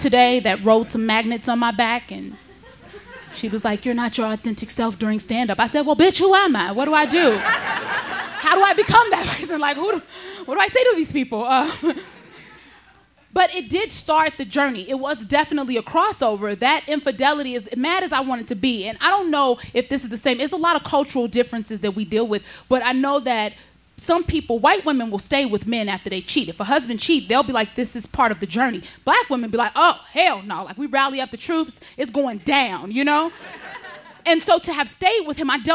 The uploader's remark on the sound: Her story was recorded live on 16 August 2017 at Buntport Theater in Denver, CO.